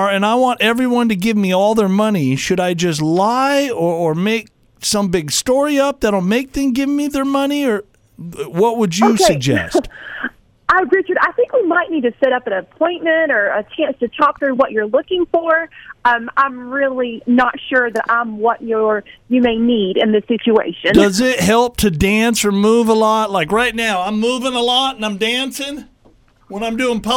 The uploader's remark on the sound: This insane phone call.